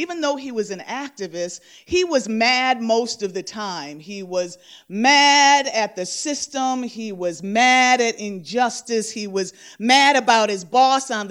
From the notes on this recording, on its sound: Live at The Mouth Off. The Mark Twain House in Hartford, CT.